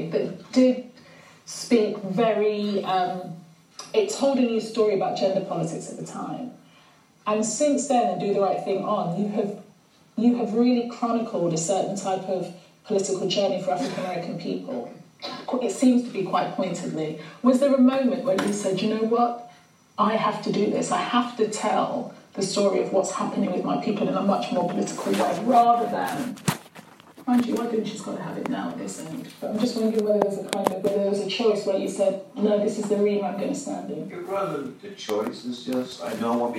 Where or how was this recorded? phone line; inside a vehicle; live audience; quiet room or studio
live audience